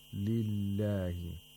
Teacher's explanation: The lam of the majestic name of Allah is pronounced with tarqiq because it's preceded by a letter with a kasra.